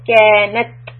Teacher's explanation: You hear the burst of air. · Term: hams